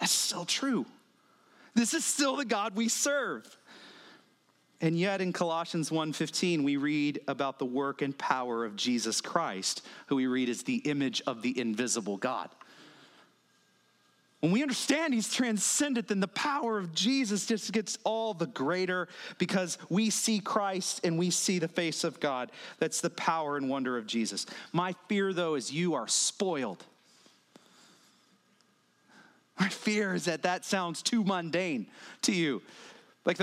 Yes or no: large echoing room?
yes